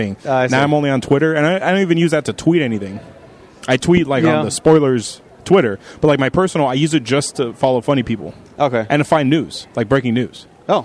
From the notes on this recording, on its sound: Live from the floor of Comikaze